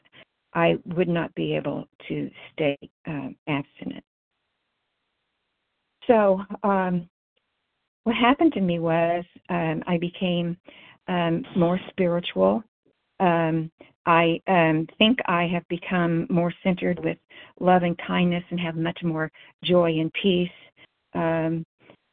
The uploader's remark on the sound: 100 Pounders Phone Meeting